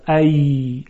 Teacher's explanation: در حرف یا وسط زبان بسیار نزدیک می شود به سقف دهان، یک شکاف و شیاری ایجاد می شه، منتها هوا با فشار در اون دمیده نمی شه، بلکه به ملایمت و نرمی عبور می کنه، فلذاست که صدای نرم ایجاد می شود.